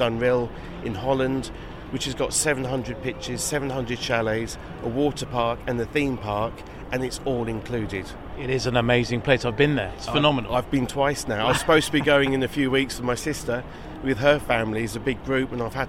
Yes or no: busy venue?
yes